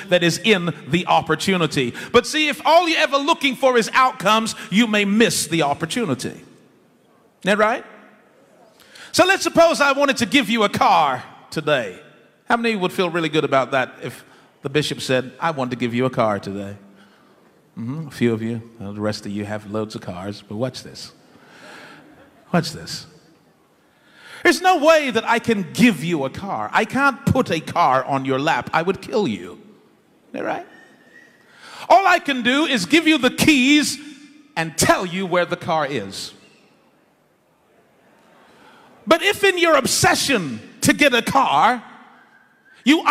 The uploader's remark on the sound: In this live sermon delivered in Nigeria, we learn about the responsibility of leadership.